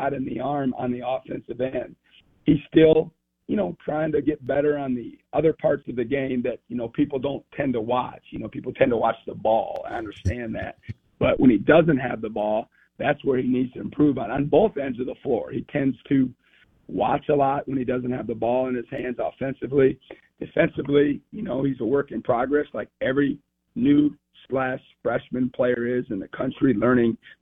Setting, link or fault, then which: link, phone line